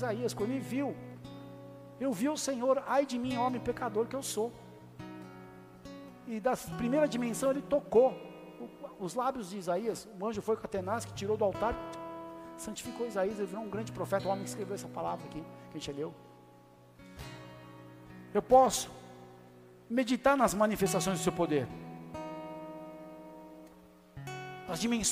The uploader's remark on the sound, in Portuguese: Áudio extraído do culto da Igreja Bola de Neve